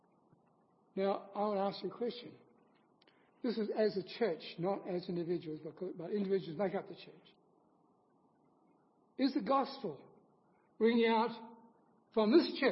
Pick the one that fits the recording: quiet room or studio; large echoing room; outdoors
large echoing room